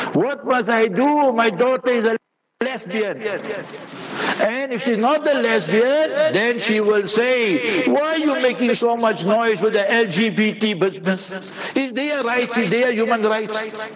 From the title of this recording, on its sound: Jumah Lecture at Rainbow Masjid